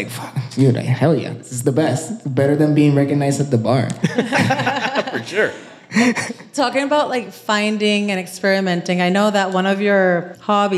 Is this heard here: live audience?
yes